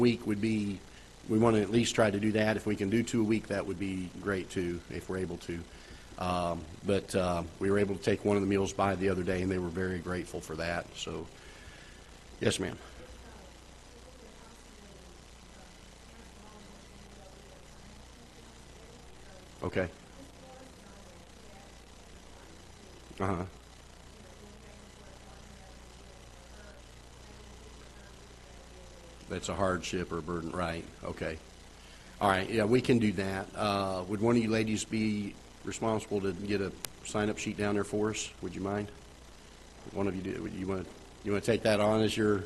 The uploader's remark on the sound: Ketha Heights Baptist Church ~ Live Broadcast